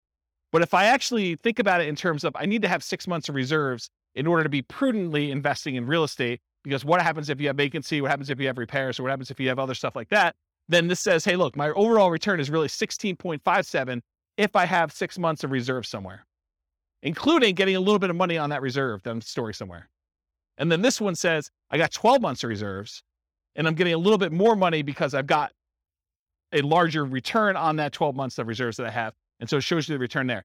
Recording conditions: live audience